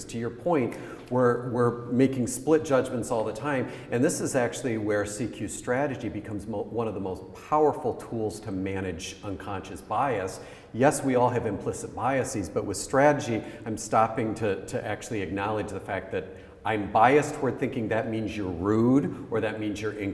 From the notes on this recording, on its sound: Our annual Inclusion Festival took the form of a dedicated radio station, broadcast live from the bookshop at the RIBA's HQ in London.